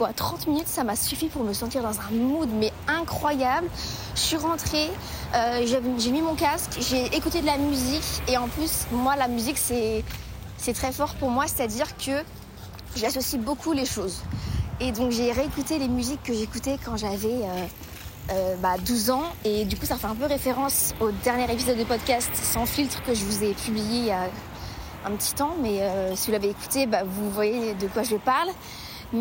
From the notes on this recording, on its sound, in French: Un épisode enregistré sur le trajet du retour pour rentrer chez moi ( au cocon parisien pour les intime).